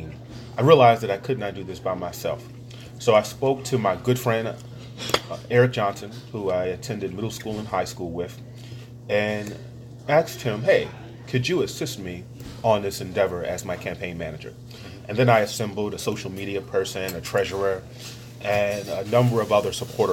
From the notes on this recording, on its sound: over a meal at Pat's Diner